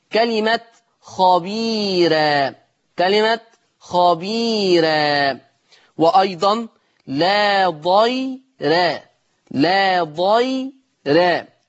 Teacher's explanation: أيضا يرقق ورش الراء المفتوحة والمضمومة إذا كانت مسبوقة بياء مادية أو لينة